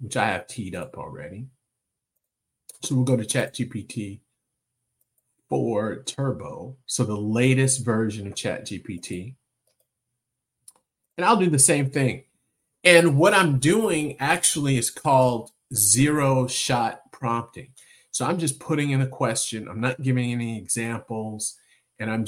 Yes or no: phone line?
no